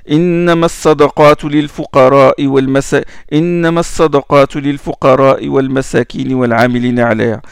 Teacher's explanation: Il n'a pas prolongé le med du hams.